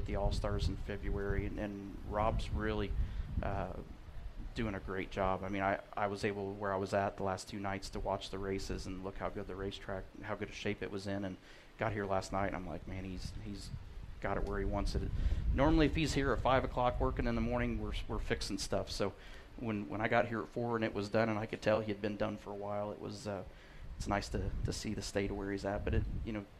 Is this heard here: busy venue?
yes